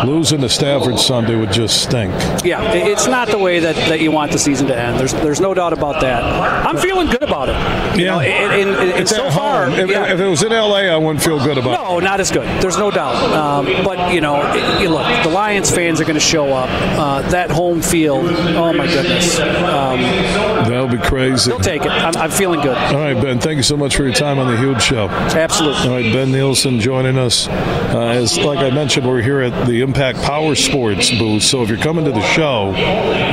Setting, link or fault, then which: setting, busy venue